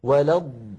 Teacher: الضاد الأولى ساكنة، اسمعوني جيدا، ولض فيها مط وفيها تطويل